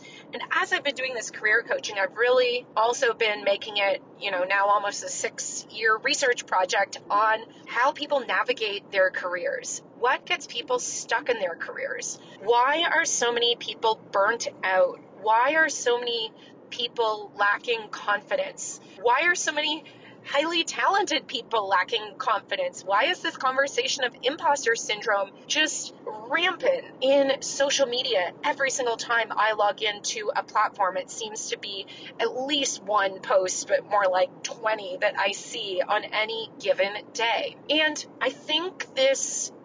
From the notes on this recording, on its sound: This week’s episode was recorded during a long car ride, that helped inspire this episode’s message. If you can't tell, I am not in my regular home studio. I am actually driving in my car across Nevada.